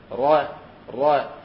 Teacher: نسمع البعض يقول إيش مثلا ر ر ها ر، هذا خطأ، لابد أن يؤخذ سماعا كذلك، ر ر فقط، رأس اللسان يرتعد شيء بسيط بحيث يمر إيش أو يكون الصوت متذبذب بين خلجات رأس اللسان أو مقدمة اللسان، ليس رأس اللسان بالضبط، مقدمة اللسان الطرف الأمامي، را را ها. · Term: صفة التكرير